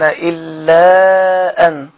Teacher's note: إلا وأن مد منفصل لانفصال الهمزة عن حرف المد في كلمتين